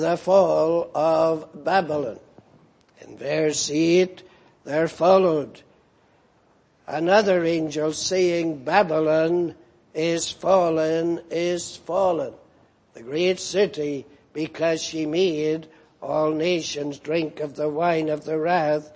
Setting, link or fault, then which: setting, large echoing room